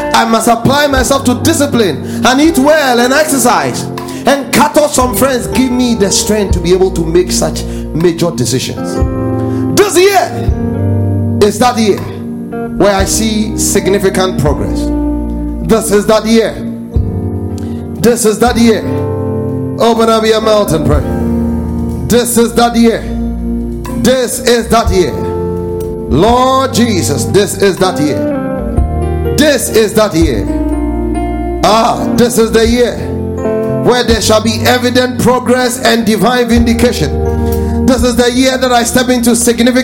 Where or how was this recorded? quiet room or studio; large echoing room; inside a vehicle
large echoing room